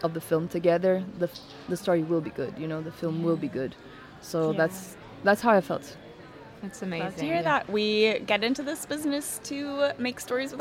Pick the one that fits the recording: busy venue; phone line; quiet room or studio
busy venue